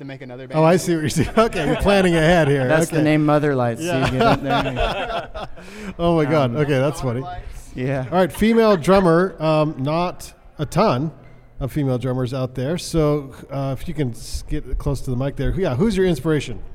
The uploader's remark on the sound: Recorded LIVE at The Monarch. Van Sessions is a LIVE studio audience podcast recorded every First Friday at The Monarch building in the heart of Ogden, Utah's new Nine Rails Arts District.